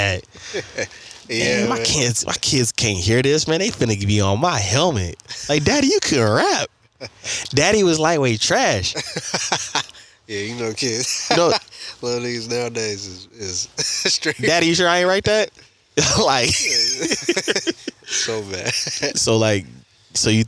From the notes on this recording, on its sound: Take the conversation outside literally. Their special guest from the outdoors.